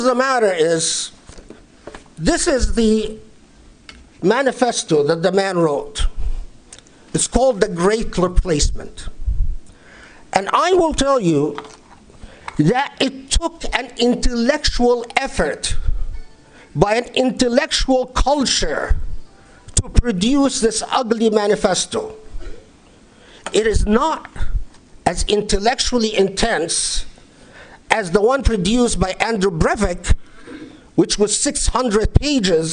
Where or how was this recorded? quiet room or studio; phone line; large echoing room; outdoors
large echoing room